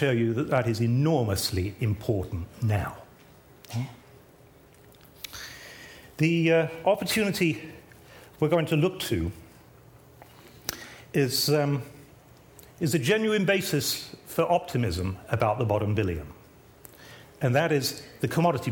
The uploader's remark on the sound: In a videotaped lecture